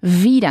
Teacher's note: Wieder, con esa V vibrada, ¿no? Eso es. Se asemeja un poco a vida, ¿no?